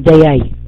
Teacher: الجيم تسمعونها في لهجات الأخوة في مصر والأخوة في بلاد الخليج وفي اليمن، يختلفون في النطق، وبعضها يخرجها عن حرفها إطلاقا، يعني بعض الأخوة بدل أن يقول دجاج، طبعا الدجاج ورد في أحاديث صحيحة وأكل النبي صلى الله عليه وسلم، يقولون دياي، يخرجون الجيم عن مخرجه